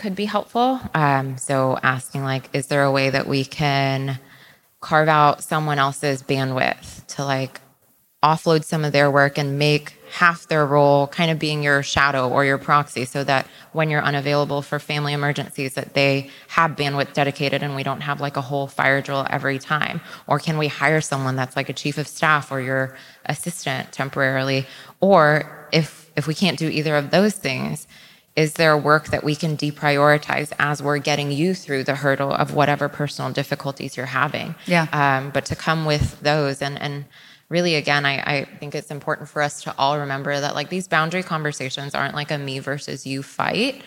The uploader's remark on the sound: Live from SXSW EDU. In front of an excellent crowd.